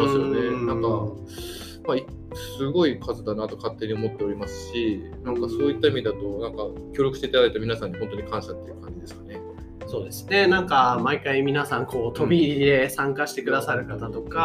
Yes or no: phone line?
no